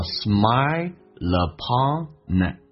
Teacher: L 这个发音跟 upon 有一个连音，叫 smile upon.